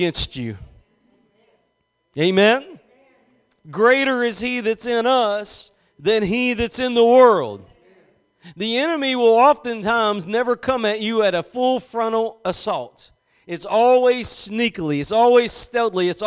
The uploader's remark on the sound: Preached at Gospel Lighthouse in Bossier City, La.